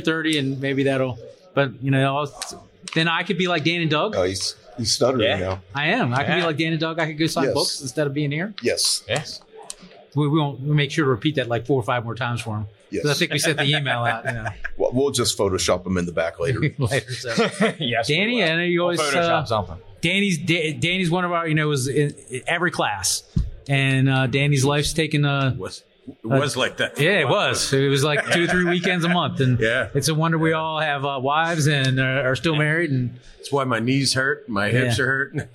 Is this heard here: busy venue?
yes